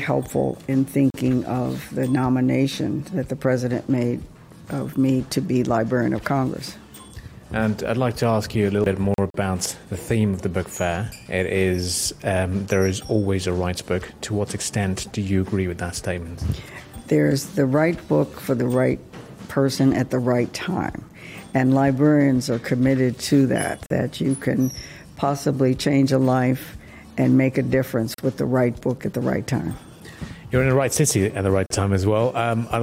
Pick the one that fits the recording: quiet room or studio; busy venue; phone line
busy venue